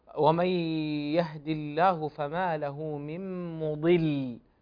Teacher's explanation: أنت تفخم اللام حقها الترقيق